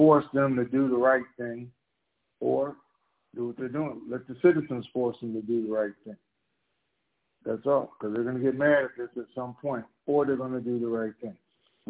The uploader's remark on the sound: TNTSuperfantastic Conference Call